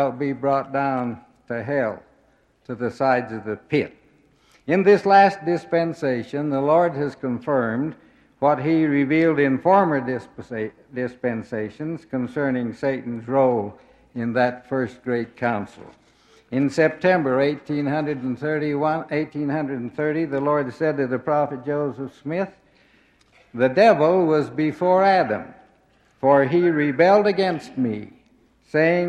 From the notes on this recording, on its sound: Address delivered at general conference Saturday afternoon, April 3, 1971